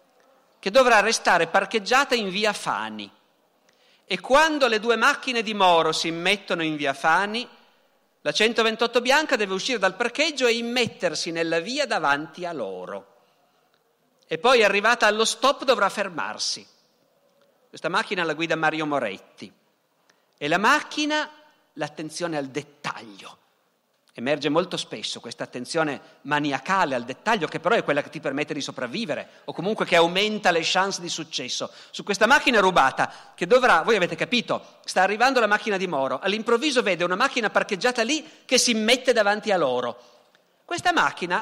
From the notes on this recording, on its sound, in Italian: Dal Festival della Mente 2017.